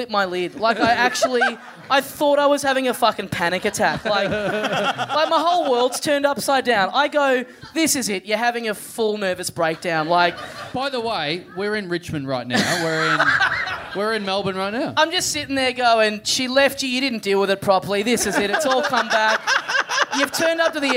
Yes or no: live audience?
yes